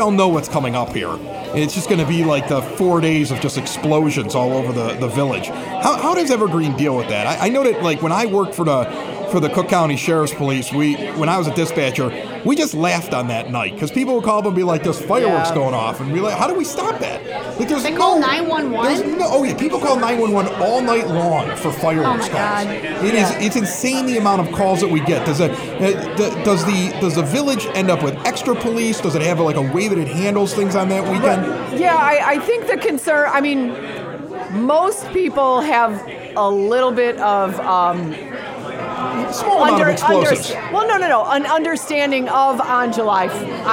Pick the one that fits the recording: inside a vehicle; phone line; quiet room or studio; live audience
live audience